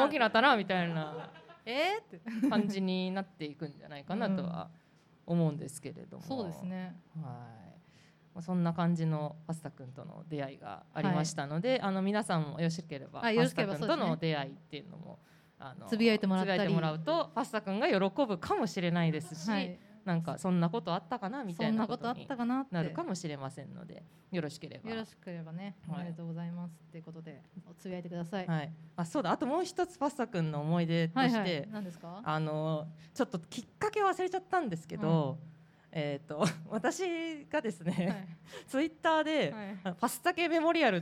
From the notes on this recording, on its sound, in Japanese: 公開収録を行いました